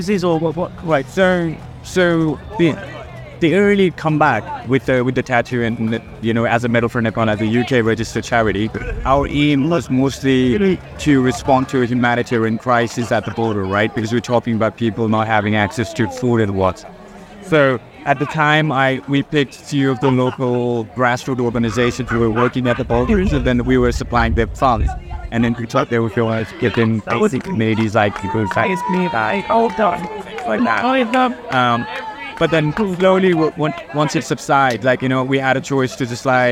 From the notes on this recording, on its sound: Live from 2000 Trees 2023